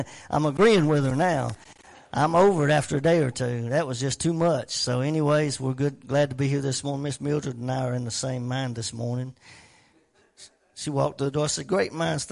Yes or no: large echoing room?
yes